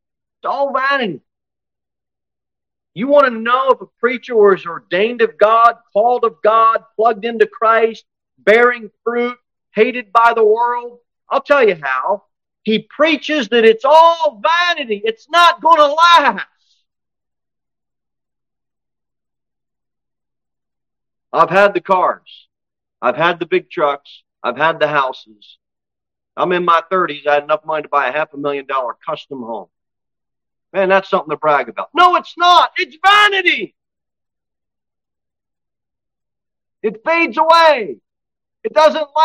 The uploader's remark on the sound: Sermon delivered at Pilgrim Baptist Church on Thursday, August 10, 2023, at 6-15 pm. Pilgrim Baptist Church, located at 229 W. Jere Whitson Rd. Cookeville, TN 38501.